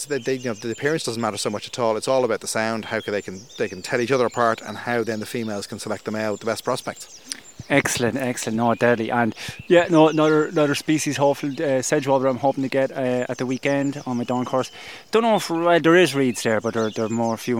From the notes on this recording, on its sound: Dawn Chorus Live From East Coast Nature Reserve. BirdWatch Ireland's East Coast Nature Reserve (ECNR) in Newcastle, Co. The soundscape in this episode is rich and textured. As the sun rises, Blackbirds and Song Thrushes are first off the mark, with the smaller species joining the chorus as darkness fades. We hear the constant backdrop of the dawn chorus behind them, building as the episode progresses.